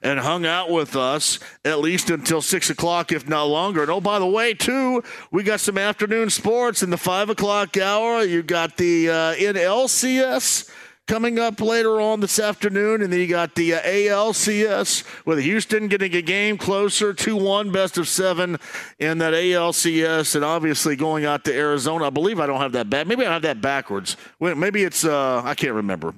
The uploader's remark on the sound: LIVE from The Free Spirit in Castleton